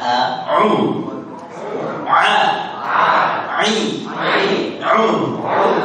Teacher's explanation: A tidak boleh terdengung sama sekali.